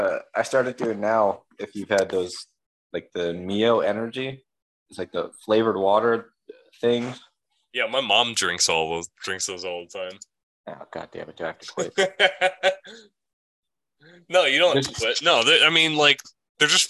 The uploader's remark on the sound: We kinda forgot to record that part after Zoom kicked us out.